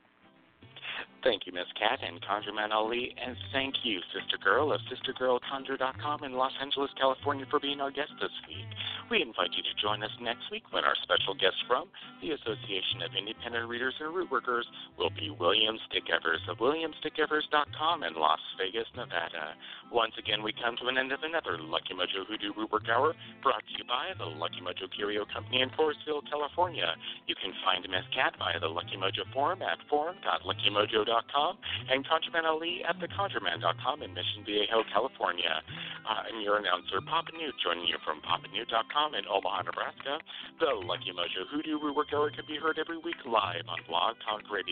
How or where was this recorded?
phone line